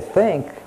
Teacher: But when you say think, your voice box doesn't resonate. It's a whisper until you get to the I. · Term: voiceless